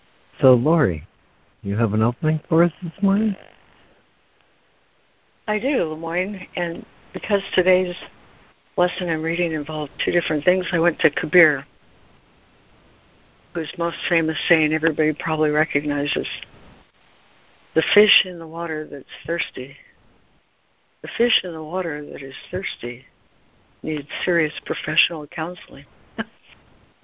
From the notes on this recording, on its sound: ACIM Daily Conference Call.